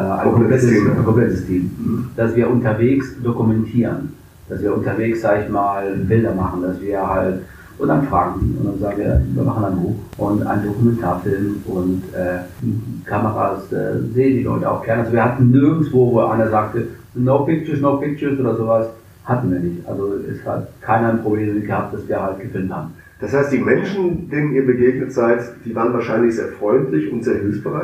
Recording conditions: poor sound quality